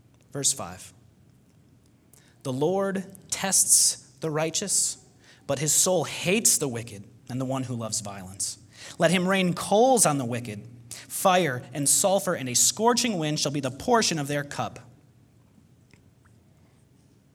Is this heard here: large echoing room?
yes